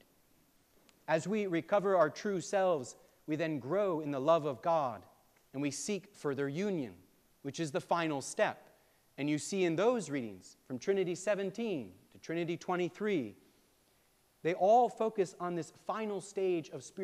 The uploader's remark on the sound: preached on June 18, 2023 at All Saints Anglican Church in Charlottesville, VA